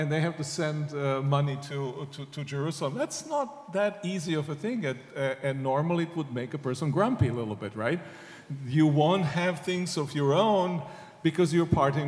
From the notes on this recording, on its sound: This GodPod was recorded as part of a special event at St Mellitus College.